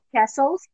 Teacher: you don't need to pronounce the T. You can just say castles. · Term: silent letters